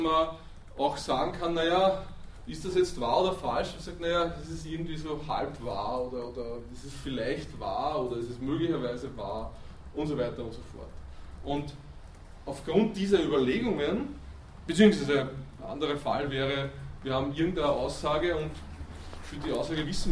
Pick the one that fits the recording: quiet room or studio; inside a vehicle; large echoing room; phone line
large echoing room